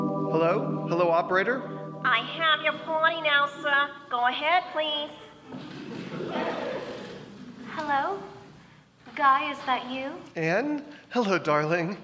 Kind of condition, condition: setting, live audience